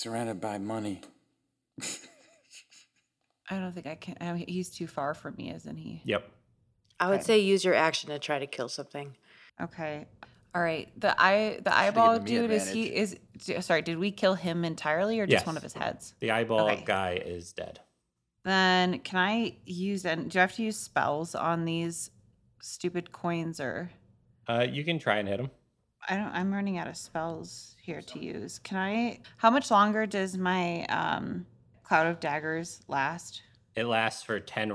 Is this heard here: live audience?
no